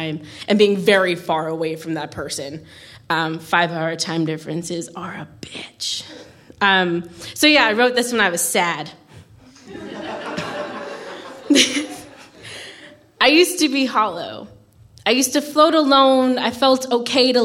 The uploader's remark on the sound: The third of three live recordings from our Tragic Friends live event which took place at the Dogstar, Brixton on the 25th September 2014